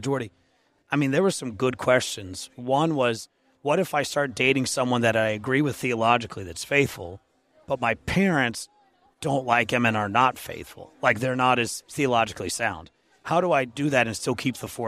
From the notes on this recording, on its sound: at the Higher Things conference in Carbondale, IL